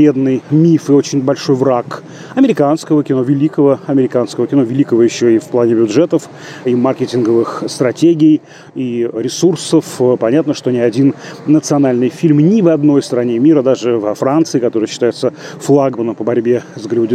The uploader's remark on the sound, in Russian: Этот эпизод частично записан на фестивале «Кинотавр»